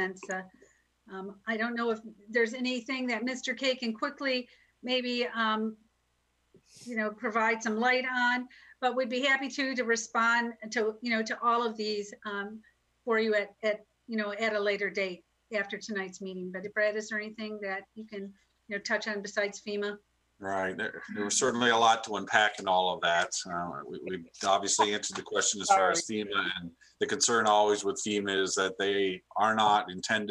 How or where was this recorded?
video call